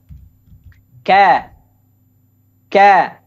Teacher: ketika dibaca berharokat pun tidak boleh terlalu banyak mengalirkan udara karena dia memiliki sifat syiddah ya suara ter, tertahan atau suaranya keras suaranya tidak bisa mengalir deras.